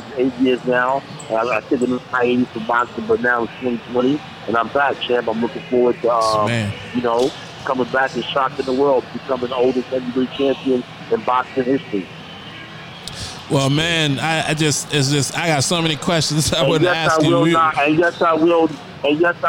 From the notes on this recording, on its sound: LIVE from Dave and Buster's